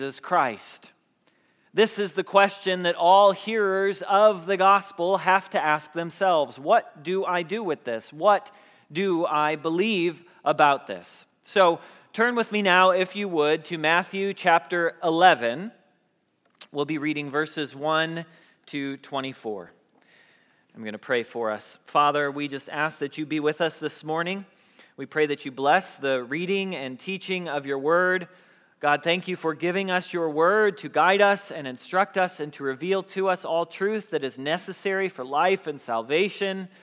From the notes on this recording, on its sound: Message Preached at Valley Creek Church